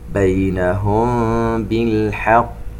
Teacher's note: ميم ساكن وبعدها حرف الباء إخفاء شفوي